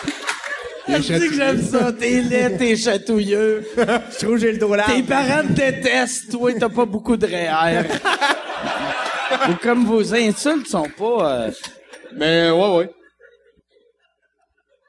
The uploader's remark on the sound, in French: Cette semaine Sous Écoute se transporte au festival ComediHa à Québec pour un épisode tout spécial.